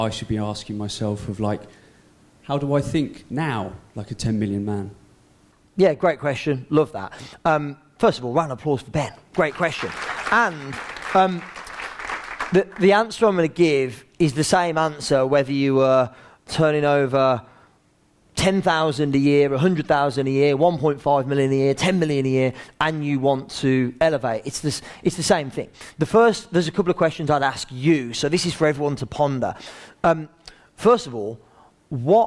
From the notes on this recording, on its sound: Live at Underground Empire Builders. In front of our live Underground Empire Builders audience.